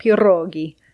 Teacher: It's not as strong, but I could really emphasize it and talk about pierogi, which is definitely not how I would normally say that word, but you can hear that kind of trilling of the R sound · Term: trilled R